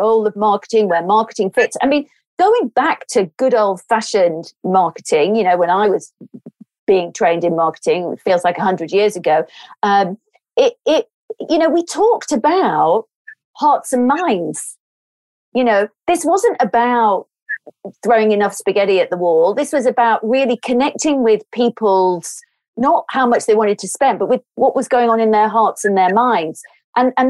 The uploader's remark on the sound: Our podcasts are recorded purely via online conferencing platforms, we apologise for any minor sound quality issues.